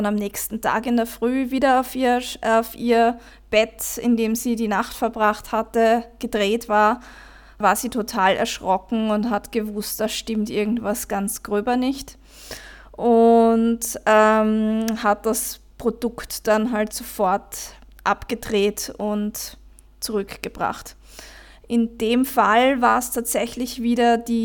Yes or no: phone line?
no